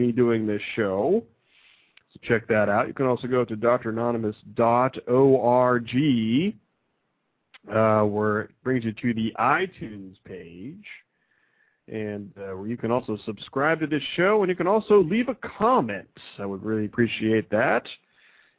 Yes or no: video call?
no